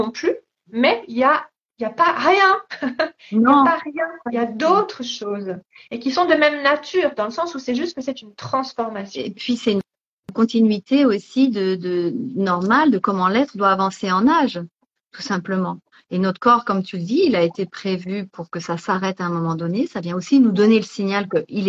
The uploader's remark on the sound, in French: il s'agit d'une rediffusion d'un live Instagram